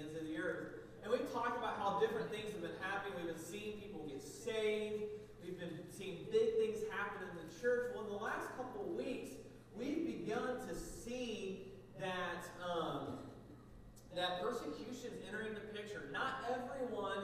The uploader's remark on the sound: Sound is low. Please turn up your speakers during sermon portion.